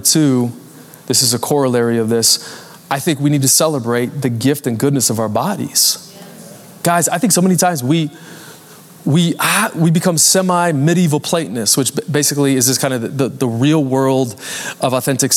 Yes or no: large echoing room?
yes